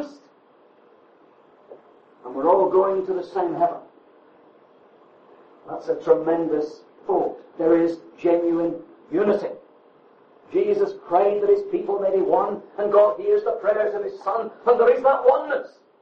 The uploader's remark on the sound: The exact date of this message is unknown and audio quality poor.